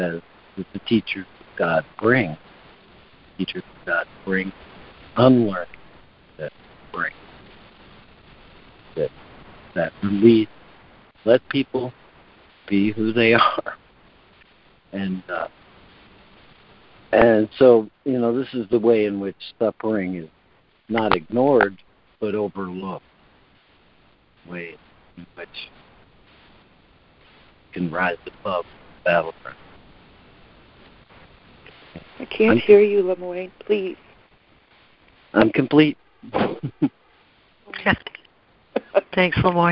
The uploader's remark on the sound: ACIM Daily Conference Call